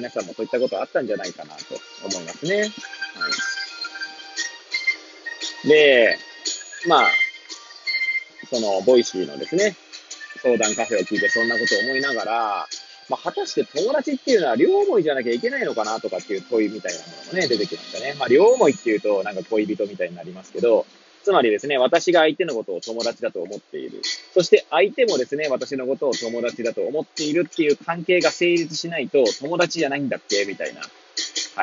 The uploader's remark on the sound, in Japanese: Airpods を付けた状態で、車中で収録しており、雑音などが入る可能性があり、ご容赦ください。